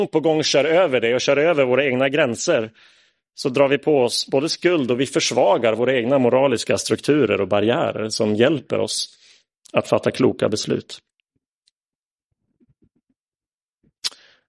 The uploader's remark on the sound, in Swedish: Inspelad i Roseniuskyrkan den 10 juli 2022.